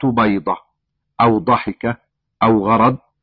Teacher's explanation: فإذا ما تركنا العربية الفصحى وذهبنا نبحث في العامية عن الألفاظ التي أصلها بالضاد، وجدنا في عامية المصريين أنها لا تنطق على قاعدتها القديمة عند العرب أبدا، وإنما تنطق دالا أو زينا مفخمتين. فكلمة بيضة أو ضحكة أو غرض تنطق دالا مفخمة